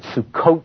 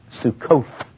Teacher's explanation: in Hebrew, the H is not usually pronounced, the TH is a T sound · Shown in: first take